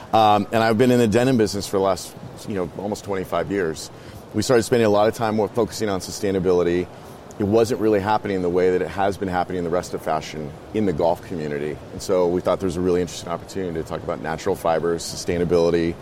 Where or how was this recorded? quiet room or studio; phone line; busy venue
busy venue